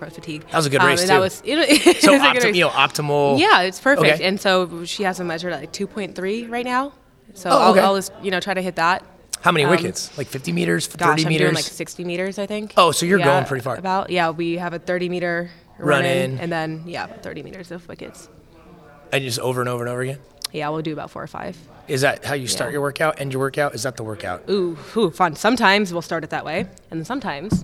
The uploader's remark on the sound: LIVE from Las Vegas!